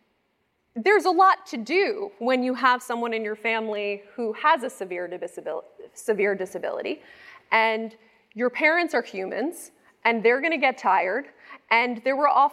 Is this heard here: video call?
no